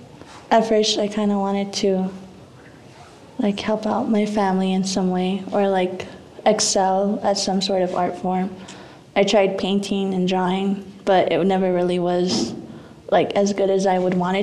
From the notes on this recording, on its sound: Our three beginning audience members here.